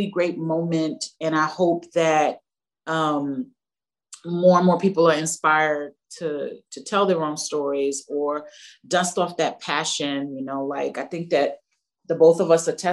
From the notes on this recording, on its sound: Virtual Q&A.